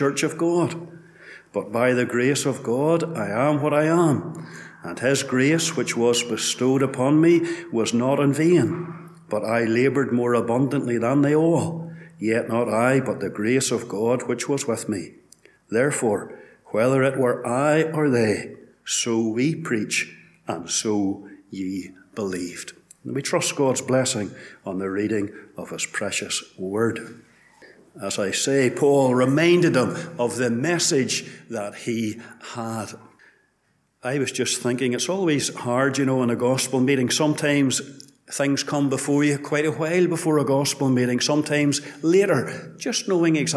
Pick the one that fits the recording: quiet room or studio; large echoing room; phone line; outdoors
large echoing room